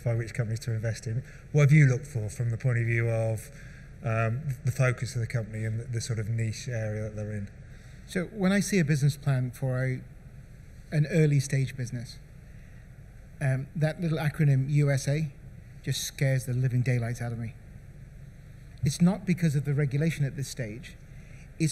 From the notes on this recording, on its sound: Recorded at Med-Tech Innovation Expo 2022